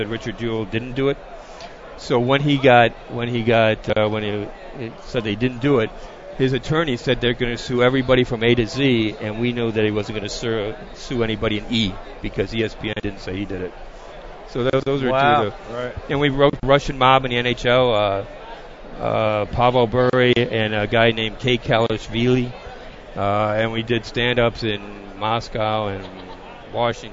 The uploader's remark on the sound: Live from the 2018 Bassmaster Classic. Recorded at the Geico Bassmaster Classic.